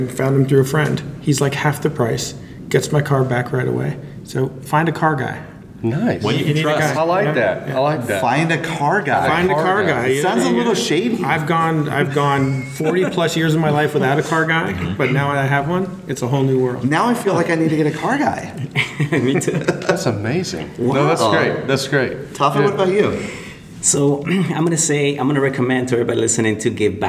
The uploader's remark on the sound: The second “live” recording live from the Healthcare Internet Conference.